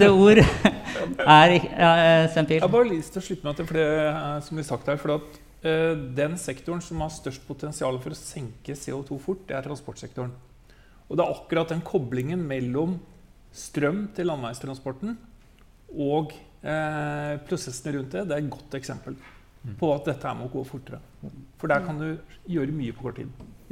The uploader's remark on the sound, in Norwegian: Live podcast fra nettverkssamling hos DNV for teknologioptimister